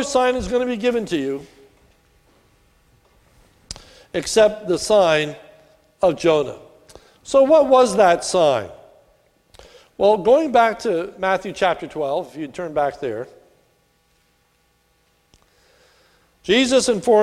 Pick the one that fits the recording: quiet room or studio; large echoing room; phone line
large echoing room